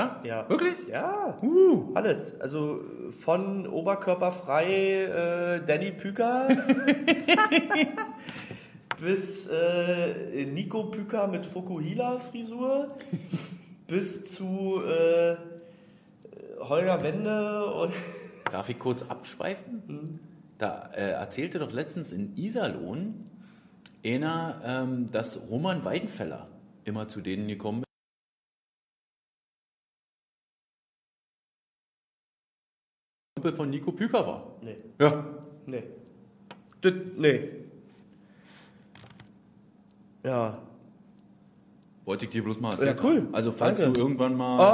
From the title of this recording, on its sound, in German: Der Livepodcast